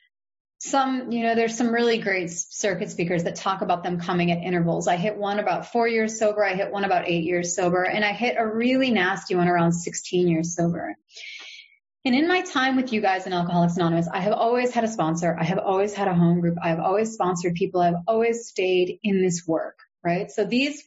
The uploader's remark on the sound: Today we have a meeting from the Sunlight Beams in Cape Town South Africa. This zoom meeting is from July of 2020.